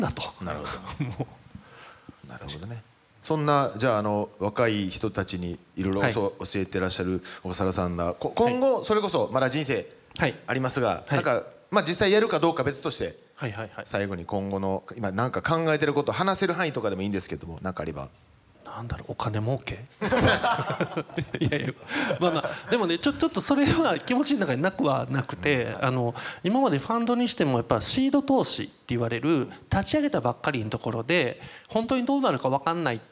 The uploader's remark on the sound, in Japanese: FGNで行われた公開収録の後編をお送りします。